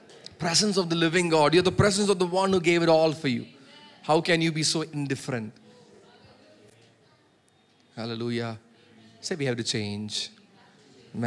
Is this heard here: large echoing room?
yes